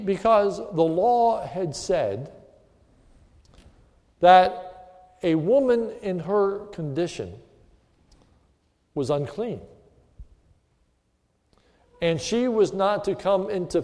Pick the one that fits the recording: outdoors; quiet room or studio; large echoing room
large echoing room